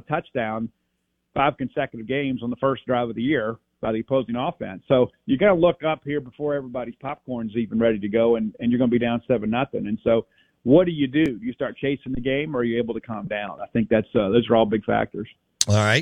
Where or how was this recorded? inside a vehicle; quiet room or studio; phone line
phone line